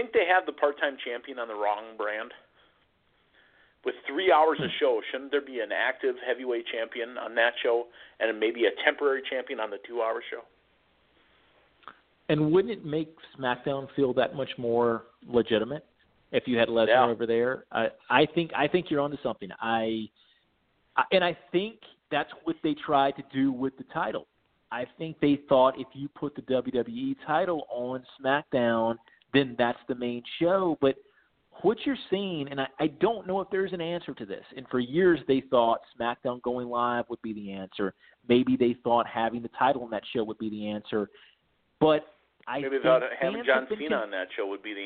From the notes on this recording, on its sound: taking your LIVE phone calls